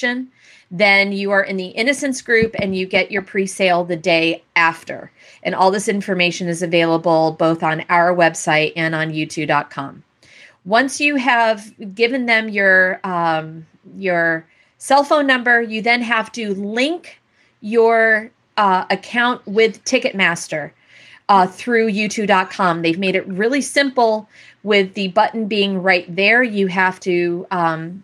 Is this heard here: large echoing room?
no